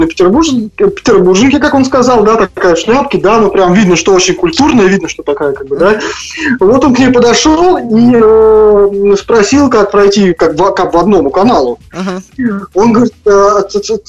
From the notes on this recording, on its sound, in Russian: Разговор по Скайпу. На связи из Перми был музыкант.